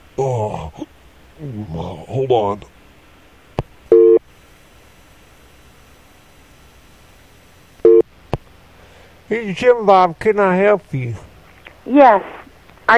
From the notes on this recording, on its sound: Prank Phone Calls